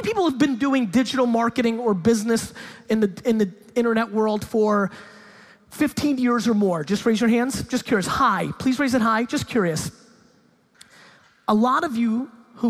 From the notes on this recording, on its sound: In this keynote I stop in Hamburg, Germany for a talk at the Online Marketing Rockstars Expo. Keynote/Q&A.